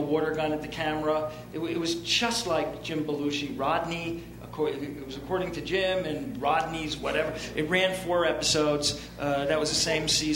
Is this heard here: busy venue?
yes